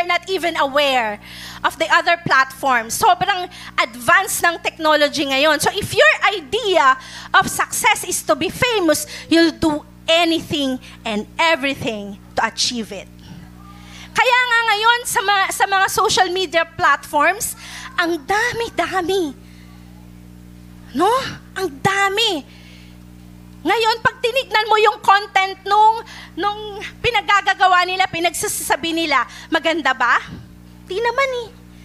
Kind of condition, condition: setting, large echoing room